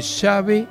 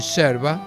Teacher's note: el yeísmo, que consiste en pronunciar la L-Y como la Y, sonando igual en llave o en yerba